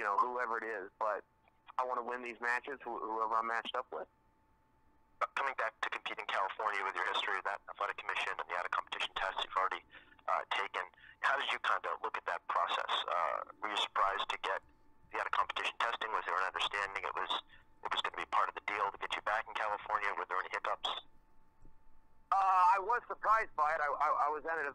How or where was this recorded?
phone line